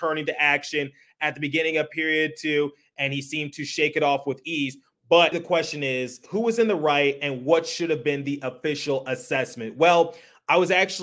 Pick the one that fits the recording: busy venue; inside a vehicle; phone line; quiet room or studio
quiet room or studio